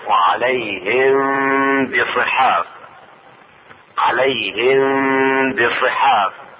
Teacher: إخفاء الميم الساكنة عند الباء